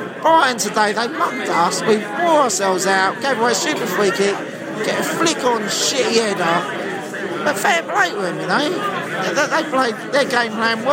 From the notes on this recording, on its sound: We chat to brentford and brighton fans in the pub after the match.